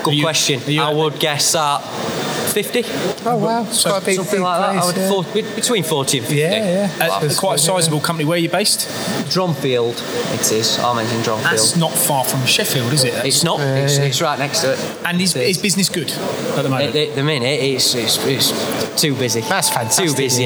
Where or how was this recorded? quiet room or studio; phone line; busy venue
busy venue